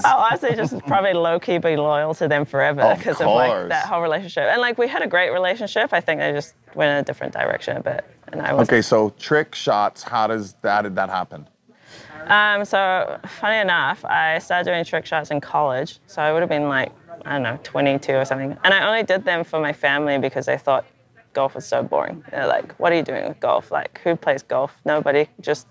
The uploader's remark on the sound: Live From The Preserve